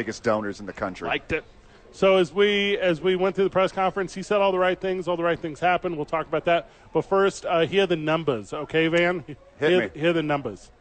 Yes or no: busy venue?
yes